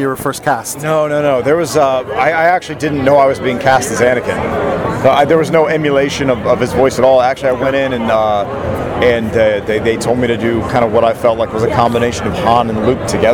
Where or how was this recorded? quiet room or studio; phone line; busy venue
busy venue